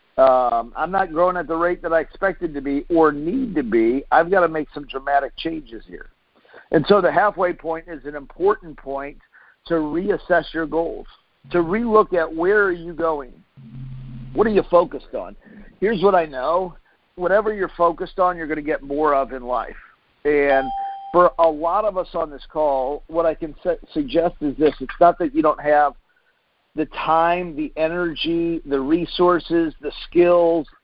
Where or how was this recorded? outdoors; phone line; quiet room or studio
phone line